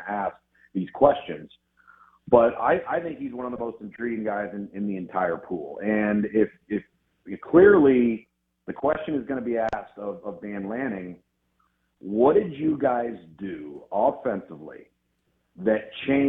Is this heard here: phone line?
yes